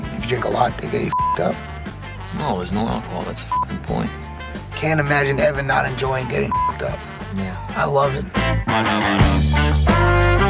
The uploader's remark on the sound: Our east coast correspondents call in and report on their beer travels.